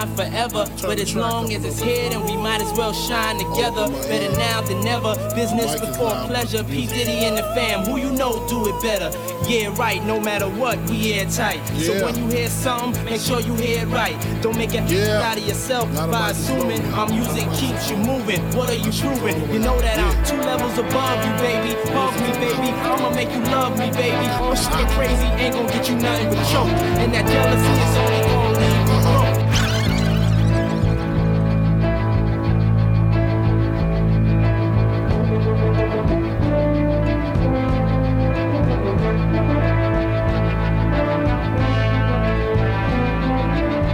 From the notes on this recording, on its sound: LIVE from Babylon – Woodbridge, VA.